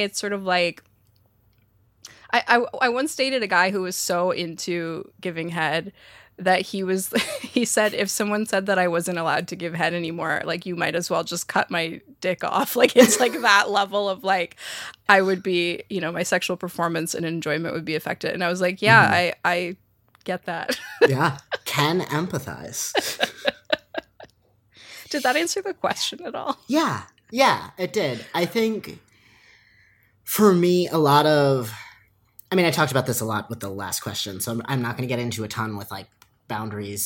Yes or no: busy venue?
no